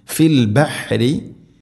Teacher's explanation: ബഹ്രി റായിനെ തർഖീഖ് ചെയ്യണം, നേർപ്പിച്ചു കൊണ്ട് ഉച്ചരിക്കണം